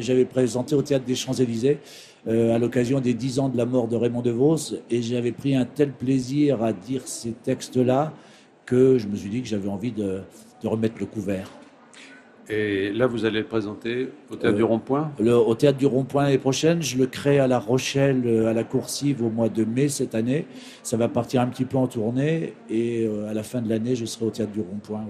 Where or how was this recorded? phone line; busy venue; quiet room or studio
busy venue